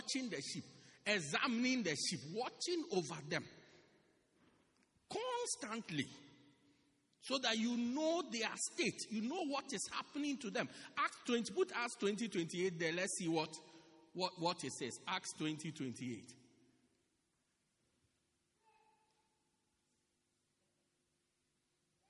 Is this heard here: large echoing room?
yes